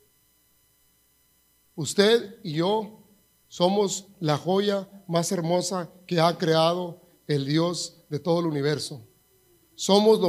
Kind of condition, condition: setting, large echoing room